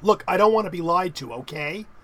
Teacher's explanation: there's a falling tone with okay as well, where it's basically a challenge